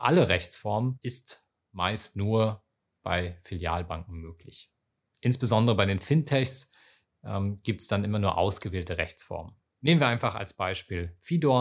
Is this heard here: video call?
no